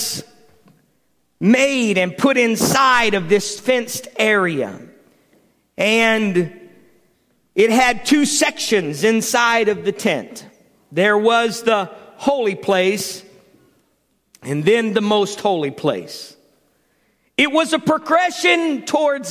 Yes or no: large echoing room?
yes